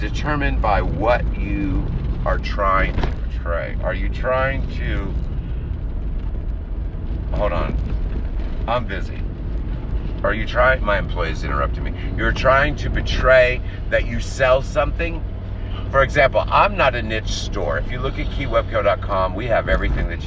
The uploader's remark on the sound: in the car